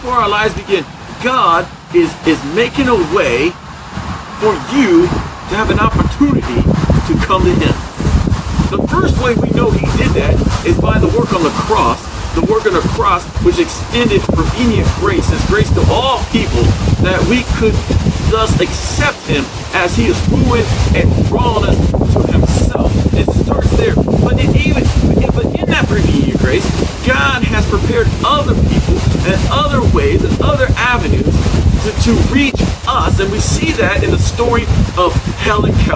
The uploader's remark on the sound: Unfortunately, there is a lot of noise in the video for Today. Broadcasting/recording while outside.